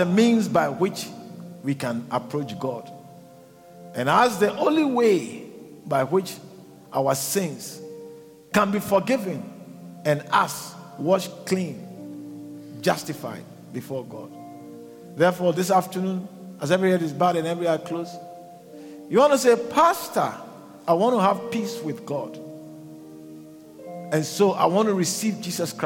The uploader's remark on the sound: preached at the Living Waters Cathedral